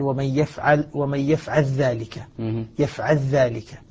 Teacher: فاللام أدغمت في الذال